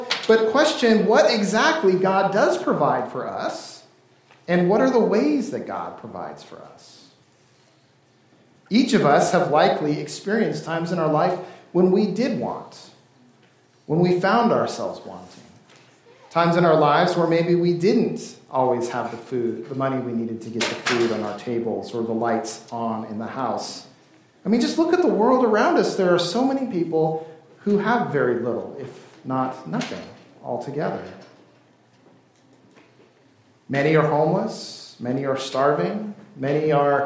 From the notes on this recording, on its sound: This service was recorded during worship on February 18th, 2024.